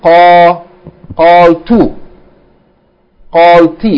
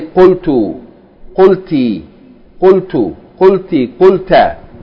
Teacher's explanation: Originally you had qala, and you had qalat, and you had qalu, with a fatha, right? But when the mutaharrik pronouns come into play, that fatha is become dhamma. · Shown in: second take